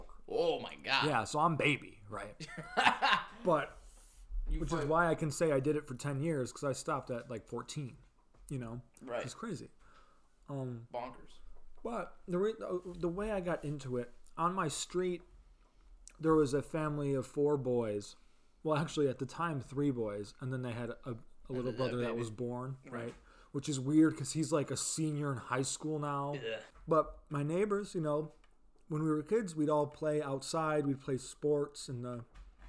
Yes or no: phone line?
no